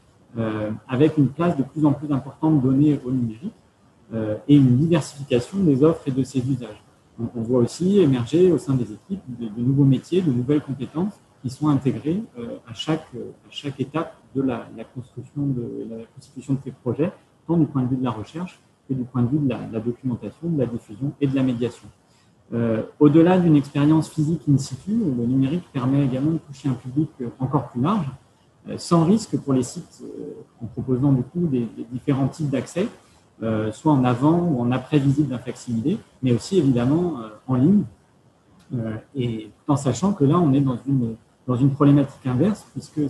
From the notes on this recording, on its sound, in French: Enregistré sur zoom le 20 avril 2021